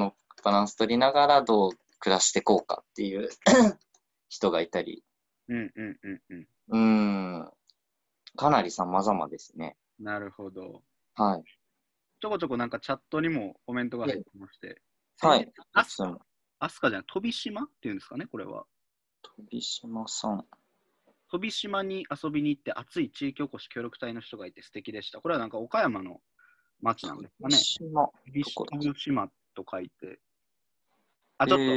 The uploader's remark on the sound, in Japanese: ラジオ放送は生放送で収録します。Zoomというツールを使って生放送！